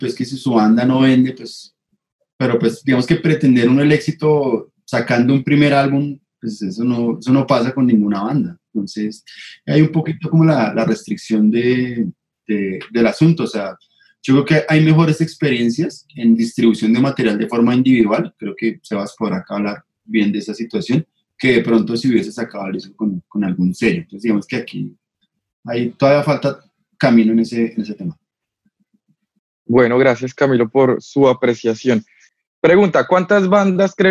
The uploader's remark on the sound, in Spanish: Episodio grabado el 12 de septiembre de 2020 en línea, desde Bogotá - Colombia.